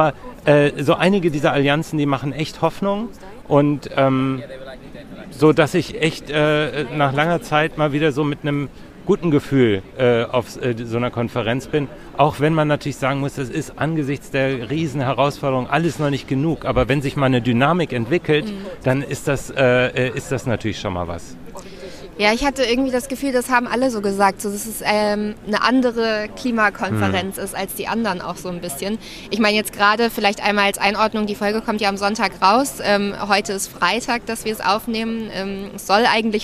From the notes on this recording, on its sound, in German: Zwei Wochen lang haben sich knapp 200 Länder in Glasgow zur Klimakonferenz COP26 getroffen - und wir waren mitten drin. Wir haben sie als Gespräch vor Ort aufgenommen.